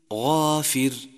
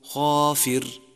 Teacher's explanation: ثانيا، يجب عدم همسه حتى لا يصير خاء، فالفرق بين الغين والخاء هو صفة الهمس. صفة الهمس تميز هذين الحرفين عن بعضهما، مثل غافر تصير خافر.